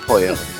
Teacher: you know the two L's are said with a Y sound